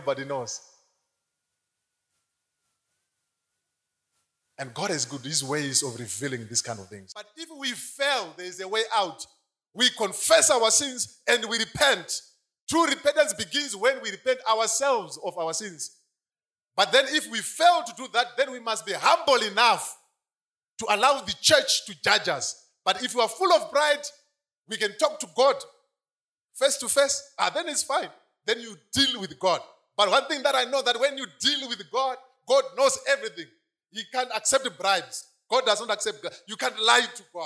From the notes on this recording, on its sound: Sermon from our KFFA Conference (Easter Conference)